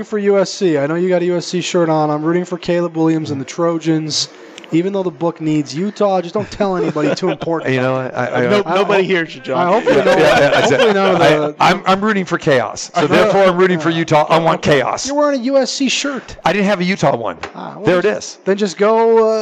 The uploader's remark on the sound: live from the Superbook at the Westgate